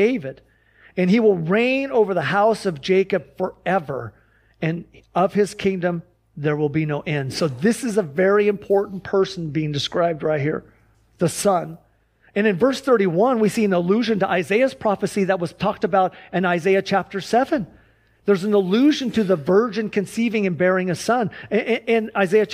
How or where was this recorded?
large echoing room